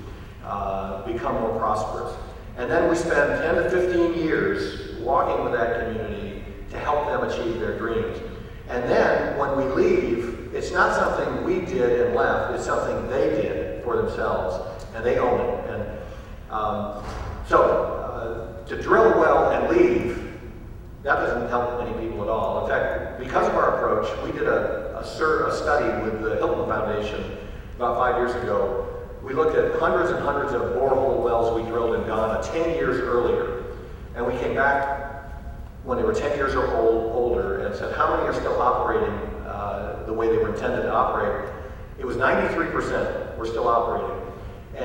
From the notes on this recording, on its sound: answer questions from the audience